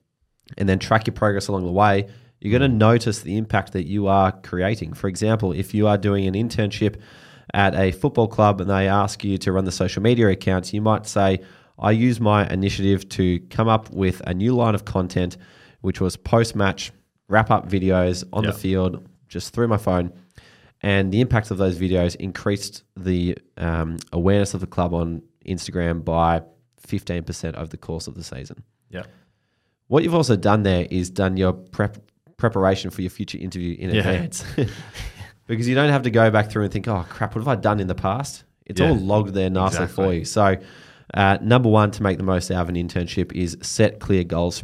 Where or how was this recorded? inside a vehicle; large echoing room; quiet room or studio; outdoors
quiet room or studio